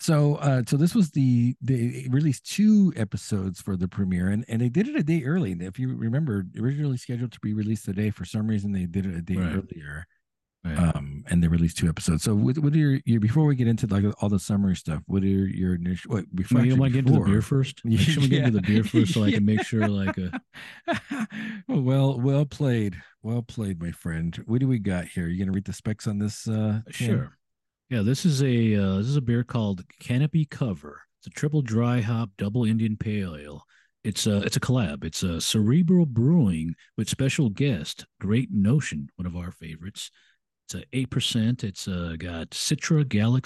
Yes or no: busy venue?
no